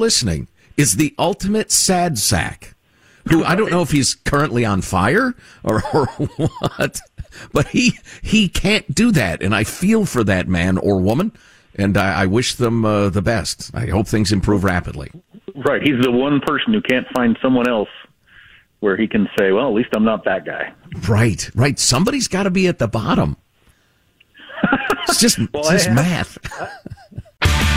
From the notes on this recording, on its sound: Calls-in with a live report from his hospital bed for an update on his emergency gall bladder surgery.